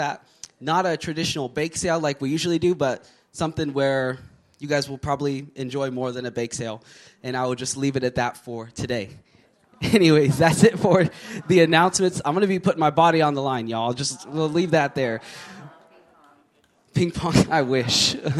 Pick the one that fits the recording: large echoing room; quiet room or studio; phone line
large echoing room